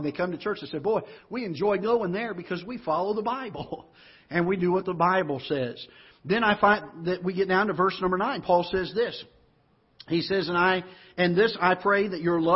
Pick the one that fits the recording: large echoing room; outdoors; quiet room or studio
large echoing room